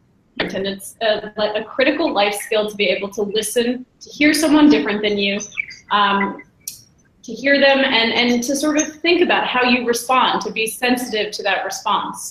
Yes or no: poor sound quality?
yes